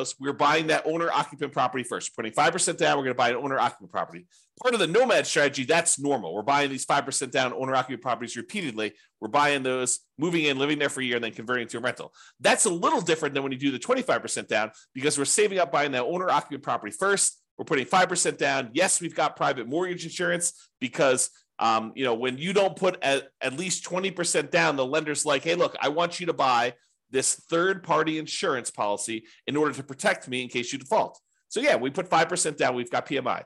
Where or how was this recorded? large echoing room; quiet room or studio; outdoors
quiet room or studio